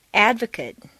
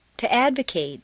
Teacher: The stress stays in the same place, but the mate in an adjective is completely reduced to mit, whereas in a verb, it's a full sound, mate. Advocate, to advocate.